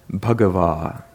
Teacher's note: notice the long vowel at the end makes it more flat